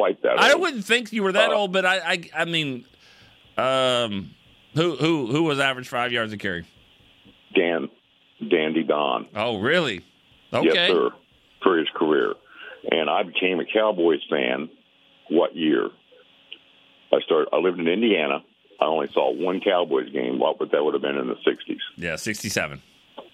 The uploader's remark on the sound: The phone lines were flooded as the fans are gearing up with their final thoughts and predictions.